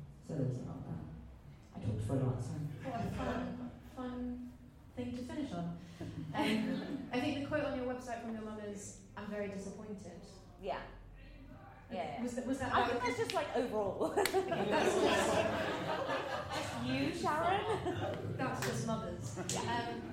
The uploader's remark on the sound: A recording of the panel Saying Good-bi to the Closet from Bi Pride UK 2019 .